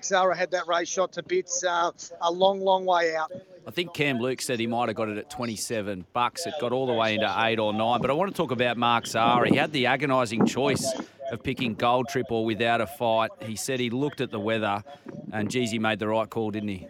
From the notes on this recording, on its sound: Live from Flemington. Post Melbourne Cup to get the immediate reaction from the big race.